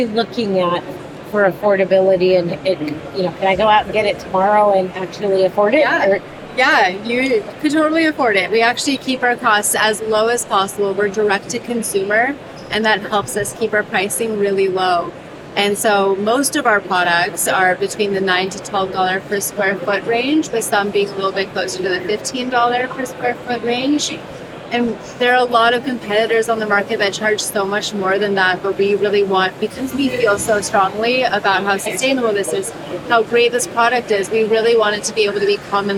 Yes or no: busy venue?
yes